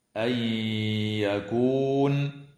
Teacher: وتدغم النون الساكنة في الياء مع الغنة في قوله تعالى أن يكون